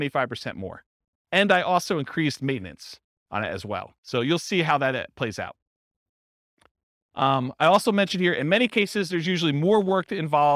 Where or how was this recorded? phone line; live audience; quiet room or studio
live audience